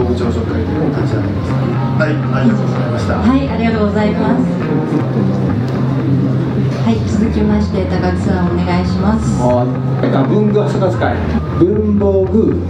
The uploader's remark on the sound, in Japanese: 東急ハンズさんの会員向けイベント「文具祭り2019」が2月24日に開催されました。午前の部が終わったあと、ランチを食べに行ったついでにランチしながら収録をさせてもらいました。ブングスキーラジオ始まって以来の登場人物の多さです。